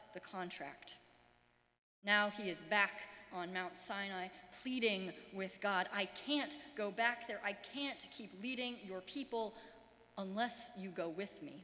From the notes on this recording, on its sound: Sermons from Old South Church in Boston.